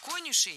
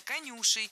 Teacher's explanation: Конюши, неверно. Правильно, конюши. Ударяем второй слог. · Shown in: second take